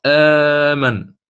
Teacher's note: فأعطي حكما وسطا، لا هو القصر ولا هو الإشباع، أعطيناه توسط